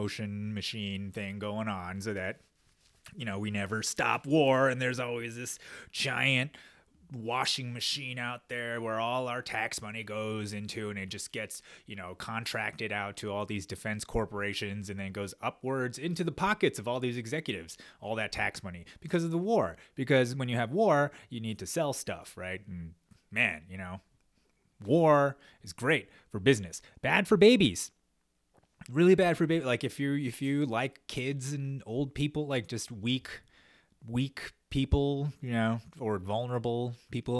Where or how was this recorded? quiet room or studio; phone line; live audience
quiet room or studio